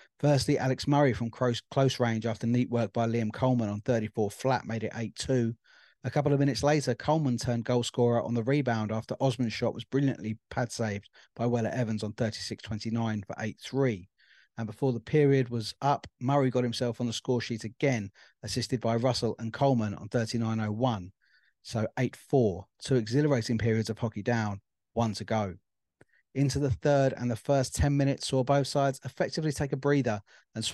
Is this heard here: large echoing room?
no